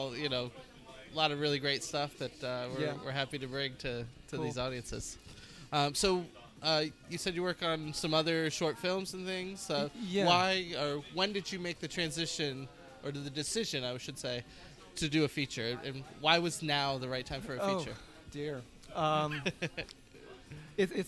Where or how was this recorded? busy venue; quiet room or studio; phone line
busy venue